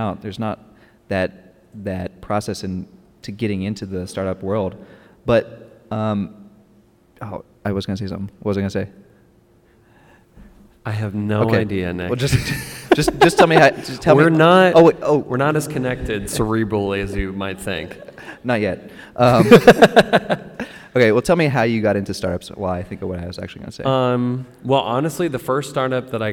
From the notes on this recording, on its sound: We are live at Purdue this week. We answer questions from several members of the audience.